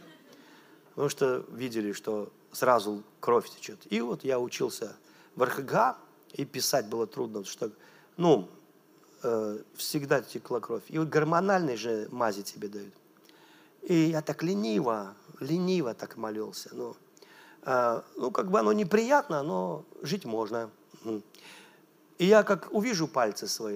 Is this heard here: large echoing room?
yes